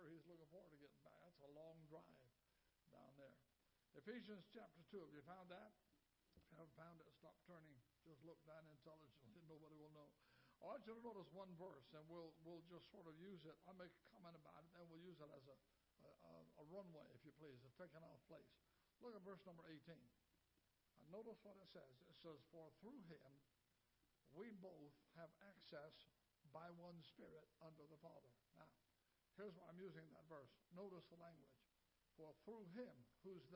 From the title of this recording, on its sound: Ketha Heights Baptist Church ~ Live Broadcast